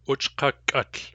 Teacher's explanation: When we add utl to that stem, the K of the stem hardens. Uchkuk ends in a plain K, uchkukuk has a hard K.